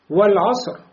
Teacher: Сод повлиял на ро, и ро тоже стал полнозвучным, широким.